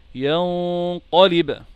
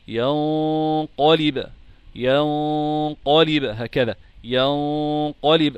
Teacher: لذلك أفخم الغنة تبعا لتفخيم حرف القاف التالي بعدها، فأقول ينقلب، آتي بالغنة من الخيشوم وأستعلي بمنطقة أقصى اللسان والتي هي في الأساس مخرج حرف القاف، والتفخيم والترقيق بيحدث من هذه المنطقة.